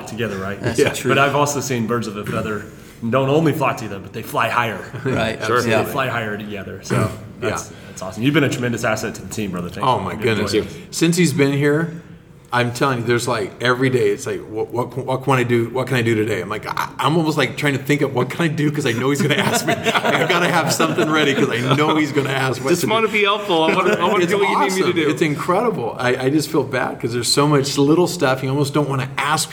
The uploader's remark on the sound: We are in Pigeon Forge, TN at Kingdom Kids Conference!